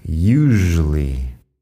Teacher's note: Fíjate en la pronunciación usually, la S ahí al principio se pronuncia como zh, usually.